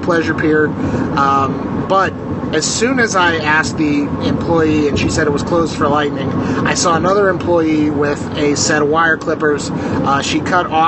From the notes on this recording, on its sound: Hotel internet is less than ideal for recording a podcast. Drives solo on a Texas highway.